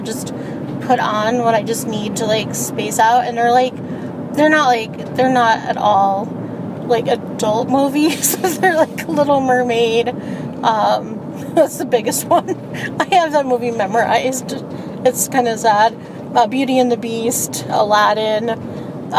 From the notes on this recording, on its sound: My brother and I were driving home, so I recorded a podcast about spoons.